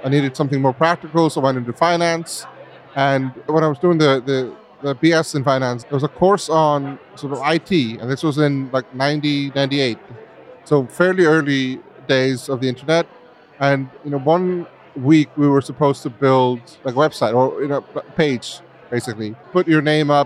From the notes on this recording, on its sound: Live at Kinference. At Kinference in Brooklyn. We recorded this in the venue during the conference happy hour, so please bear with us as there’s going to be a lot of noise. During the happy hour of the first day of Kinference in Brooklyn.